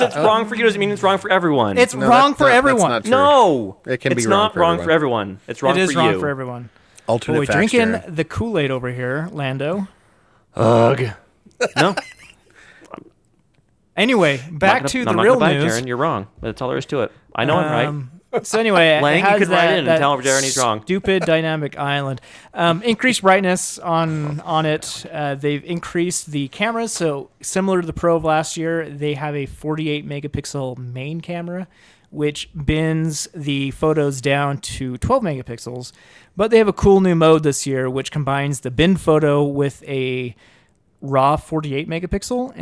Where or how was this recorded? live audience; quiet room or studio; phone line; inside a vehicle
quiet room or studio